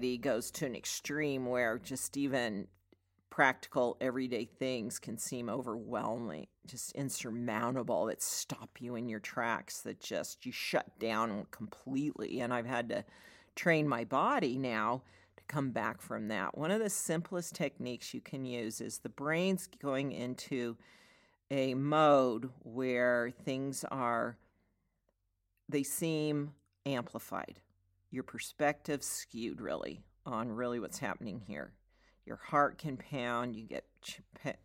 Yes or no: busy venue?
no